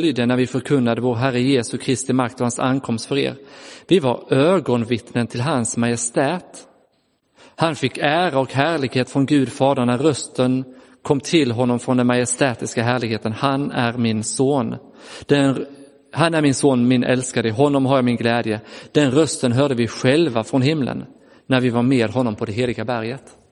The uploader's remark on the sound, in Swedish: Inspelad i Roseniuskyrkan den 14 augusti 2022.